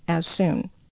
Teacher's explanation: So as ends with a z or close to an s sound. Soon begins with an S sound, so two of the same sound, one drops out.